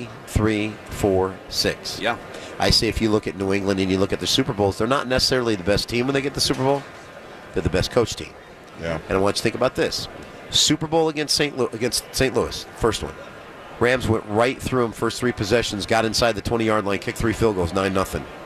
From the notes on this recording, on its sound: live from Radio Row all week